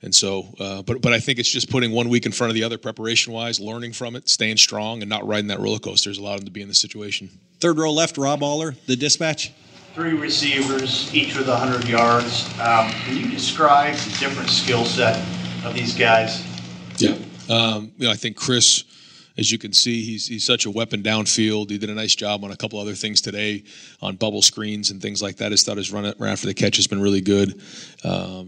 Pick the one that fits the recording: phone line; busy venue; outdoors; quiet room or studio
busy venue